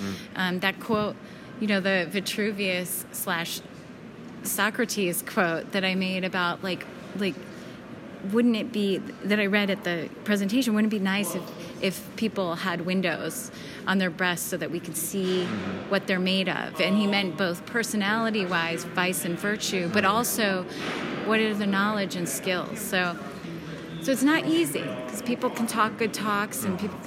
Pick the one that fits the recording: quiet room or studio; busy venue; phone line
busy venue